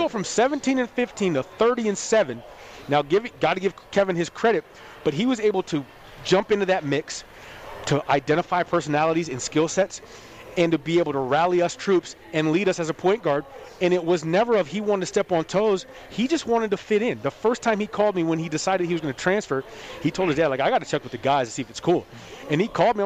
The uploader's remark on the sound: Live from The Cosmopolitan of Las Vegas Sportsbook, feel the sounds and atmosphere of March Madness in action.